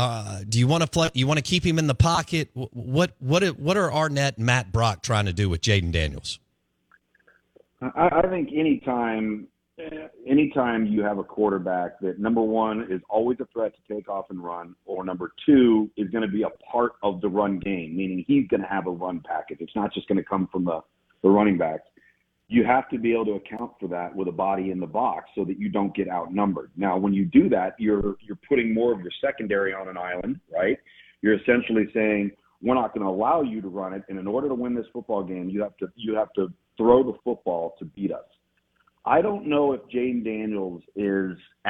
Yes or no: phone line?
yes